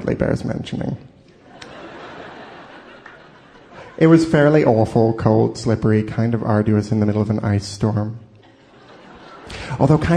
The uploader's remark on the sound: Taped before a live audience in Town Hall in New York City. This was a co-production with WNYC New York.